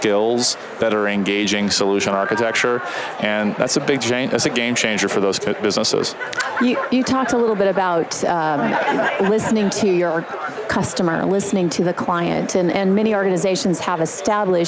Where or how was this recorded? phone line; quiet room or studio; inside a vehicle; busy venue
busy venue